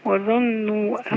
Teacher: ما تنسيش الغنة بتاعت النون المشددة